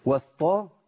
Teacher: تفخيم للتاء وخليتها قريبه من الطاء